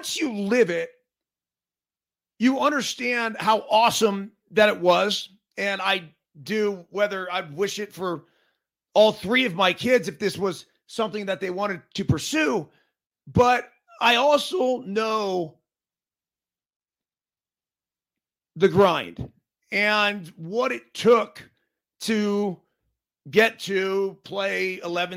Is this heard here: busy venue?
no